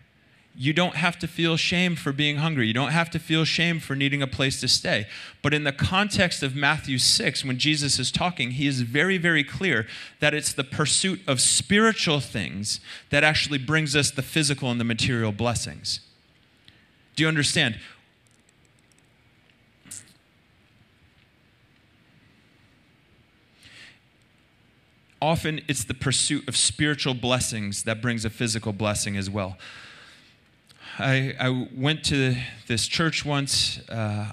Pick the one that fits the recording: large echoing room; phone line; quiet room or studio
large echoing room